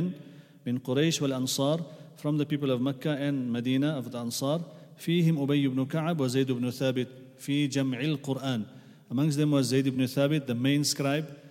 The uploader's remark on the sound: at the Houghton Masjid (West Street)